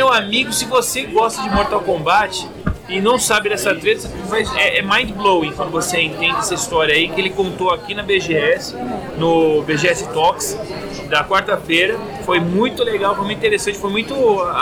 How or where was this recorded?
busy venue